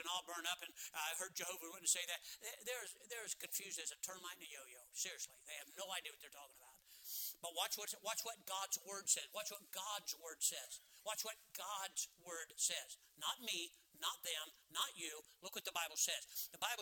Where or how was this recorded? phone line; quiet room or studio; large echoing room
large echoing room